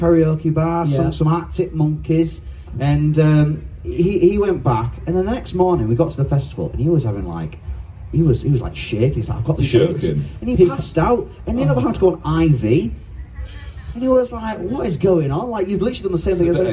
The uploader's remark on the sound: Live at Kendal Calling